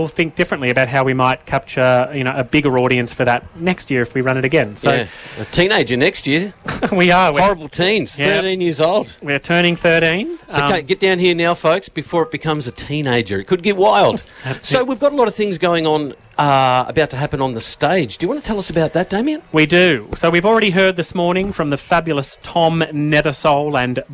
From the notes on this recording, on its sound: a special outside broadcast live from the 2023 OUTintheOPEN Festival Carnival Day from the Queen's Gardens in Shepparton